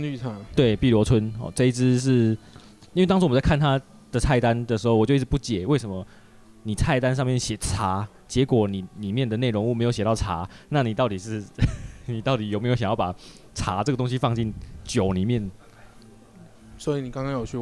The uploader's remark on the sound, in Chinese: 錄音地點：Bar Mozaiku - 馬賽克酒吧。錄音設備：Shure SM58+Shure beta58 + Superlux TM58S + ZOOM H6 + ZOOM XYH-6。